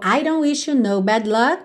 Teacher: esse T aqui do don't a gente realmente não ouve